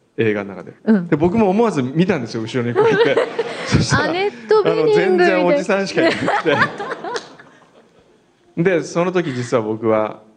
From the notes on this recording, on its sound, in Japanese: 今週は、栃木県鹿沼市から「FUTURESCAPE in かぬま」と題しまして公開生放送を開催しました！そのかぬまの会場から収録。